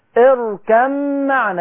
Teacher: الباء في الميم، اركم معنا، كأني على طول من الكاف للميم، الباء دي ملهاش وجود. حتى سبحان الله رسمة المصحف مش ملاحظين ان رسمة حرف الباء نفسها واخدة لون مخالف، كناية عن الادغام، يعني كأن الباء دي مخفية لا تنطق.